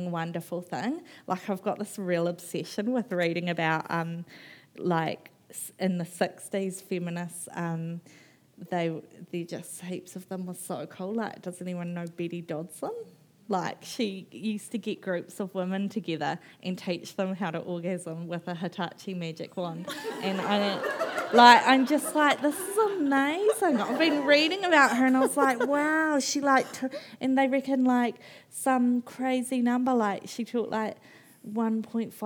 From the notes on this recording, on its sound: at The Treehouse at Cloudy Bay at the 2019 Marlborough Book Festival